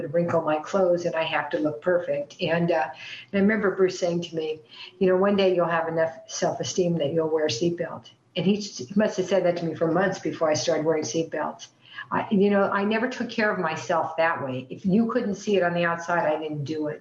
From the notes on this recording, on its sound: the Friends of Bill and Lois W meeting held on zoom in July of 2023